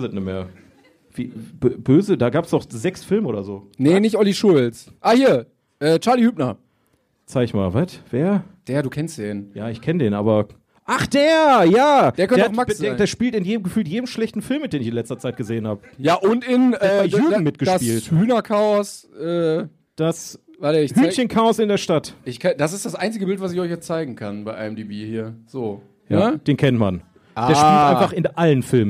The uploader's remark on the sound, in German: In einer ruhigen, deutschen Kleinstadt namens Bochum begab es sich, dass zwei wackere Filmfreunde ein bezauberndes Publikum erheiterten. Wir sind wieder zurück auf den Brettern, die die Welt bedeuten.